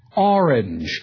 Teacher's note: But in the North and in New England, one is probably more likely to say orange, where you do not hear precisely that R sound articulated after the back vowel